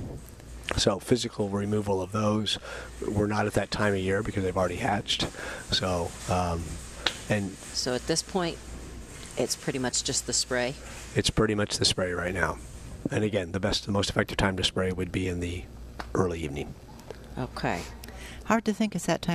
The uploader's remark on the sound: Live at Prairie Gardens